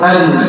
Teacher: النون طرف اللسان مع اللثة.